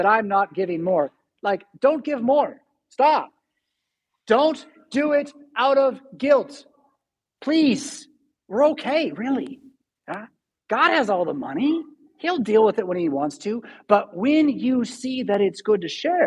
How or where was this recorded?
large echoing room